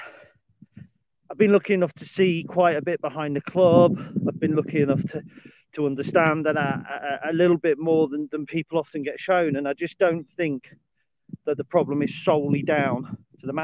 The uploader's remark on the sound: A dog walk video, shifted to audio. Guest appearance by a C130.